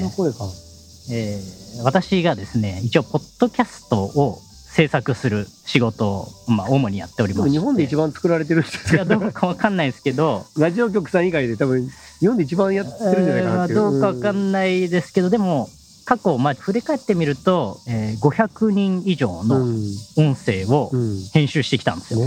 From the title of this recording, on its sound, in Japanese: 屋外収録編